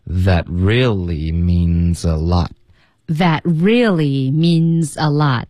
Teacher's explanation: that really means 跟 a 我们也会连读 means 然后 lot 的 t 也省略